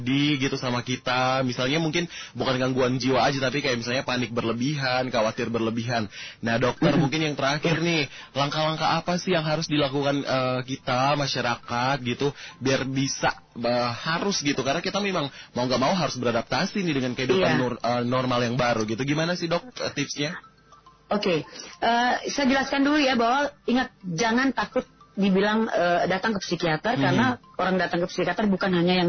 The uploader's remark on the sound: Sahabat On the Phone